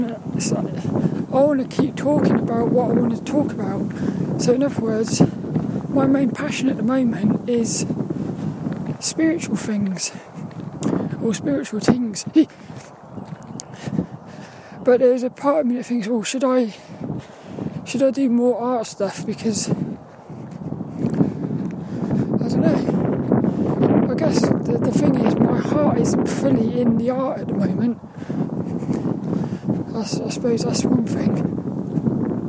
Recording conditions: outdoors